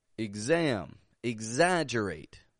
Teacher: Because it is starting the unstressed syllable. And so we don't pronounce a full eggs, otherwise it would sound stressed. And so we give it a quick and quiet igs